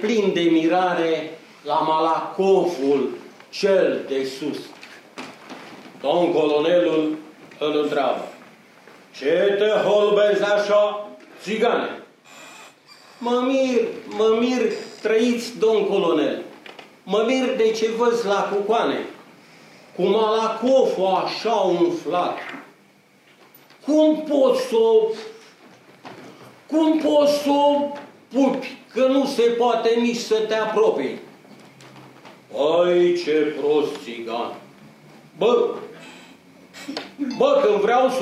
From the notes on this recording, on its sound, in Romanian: Înregistrare din sala Asociației Generale a Inginerilor din România (AGIR), din București. Înregistrare din sala Asociației Generale a Inginerilor din România (AGIR), din București.